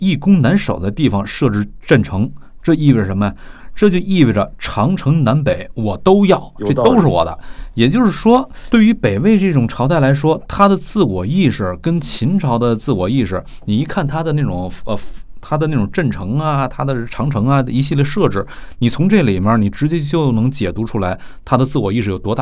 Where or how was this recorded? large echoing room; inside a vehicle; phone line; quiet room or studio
quiet room or studio